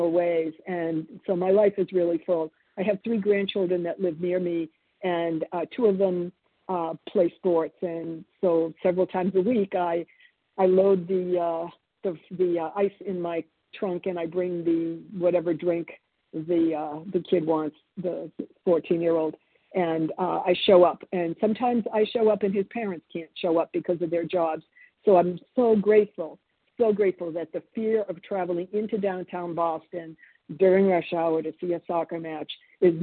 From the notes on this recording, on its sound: 100 Pounders Phone Meeting